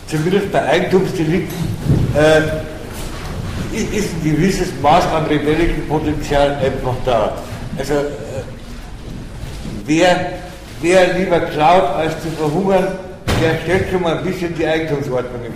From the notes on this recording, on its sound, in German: Auf den A-tagen 09 (Hamburg). Bei diesem Beitrag handelt es sich um einen Mitschnitt des am 13.06.09 auf den A-Tagen stattgefundenen Workshops.